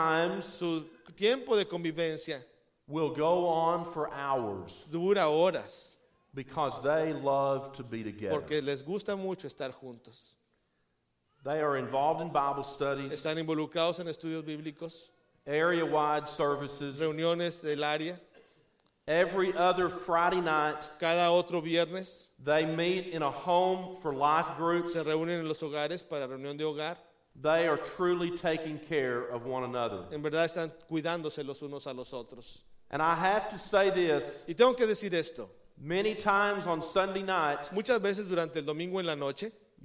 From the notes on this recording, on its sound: Combined Service w/ Hispanic Church.